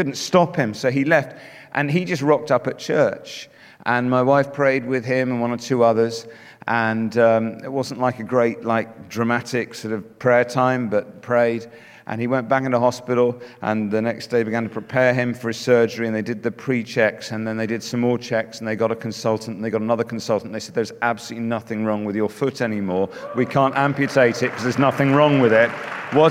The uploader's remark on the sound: Speaking at The Message Conference 2019